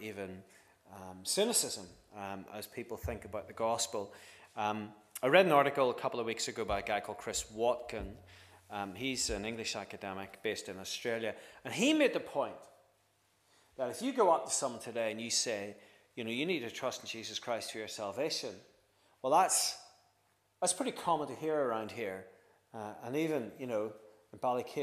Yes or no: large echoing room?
yes